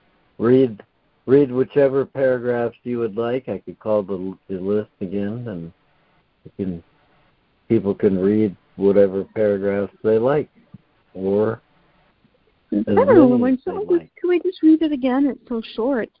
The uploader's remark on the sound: ACIM Daily Conference Call